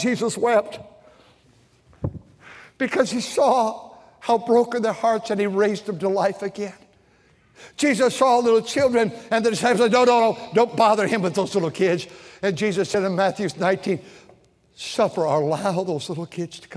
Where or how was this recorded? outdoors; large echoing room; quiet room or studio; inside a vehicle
large echoing room